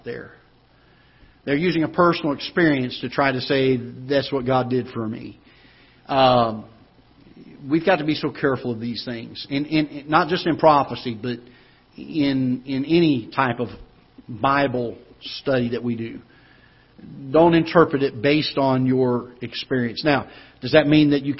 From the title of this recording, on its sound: Ketha Heights Baptist Church ~ Live Broadcast